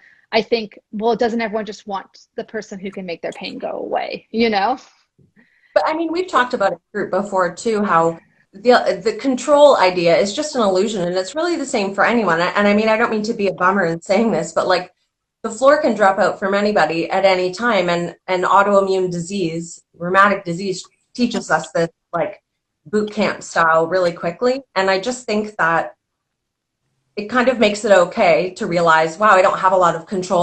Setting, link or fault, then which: link, video call